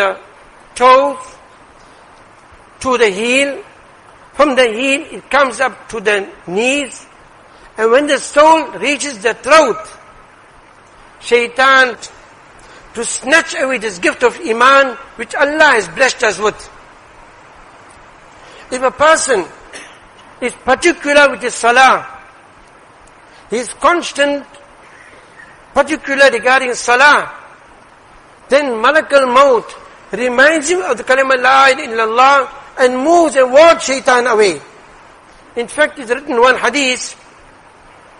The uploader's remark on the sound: Jumuah lecture